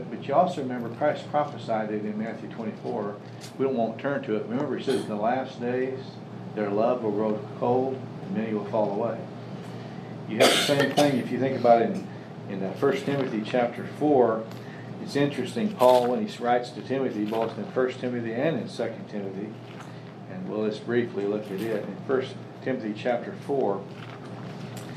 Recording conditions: live audience